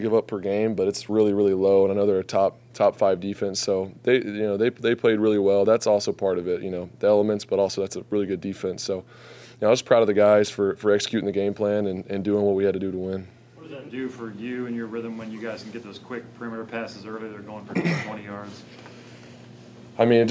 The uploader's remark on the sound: Postgame Press Conference